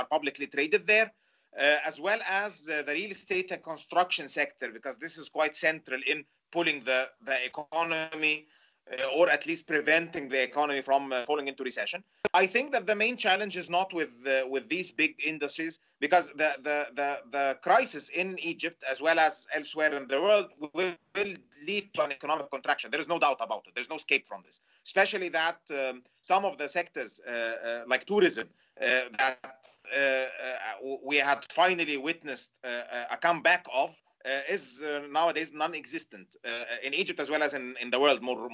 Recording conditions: video call